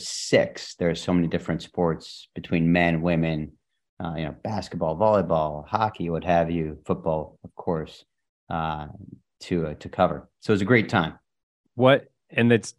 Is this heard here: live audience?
no